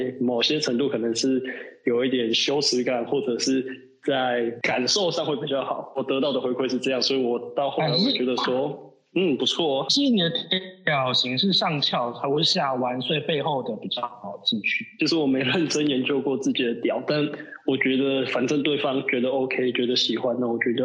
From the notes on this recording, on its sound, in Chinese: 隔離中沒辦法好好set錄音裝置 音質很差。